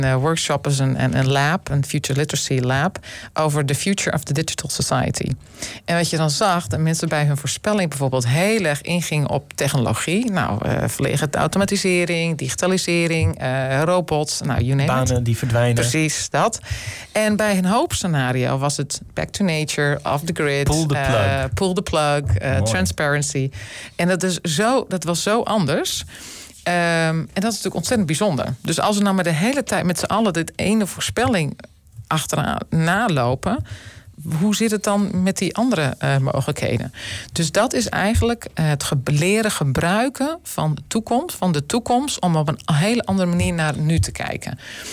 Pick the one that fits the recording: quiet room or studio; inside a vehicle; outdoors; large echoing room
quiet room or studio